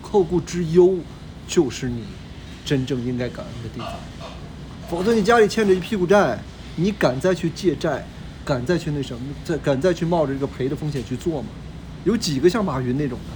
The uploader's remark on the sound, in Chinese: Phoenix烧烤店烟雾弥漫。我们选了一个店里人少的时候。一边录音，他也一边服务客人。